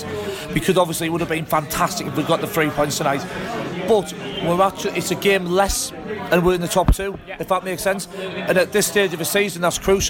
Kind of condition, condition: setting, busy venue